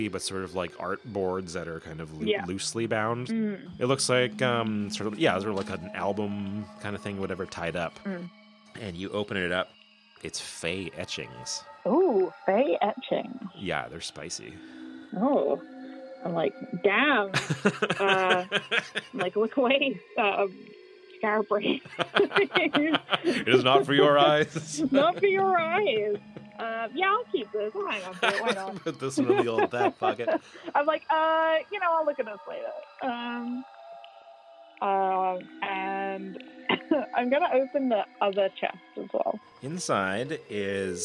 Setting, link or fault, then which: link, phone line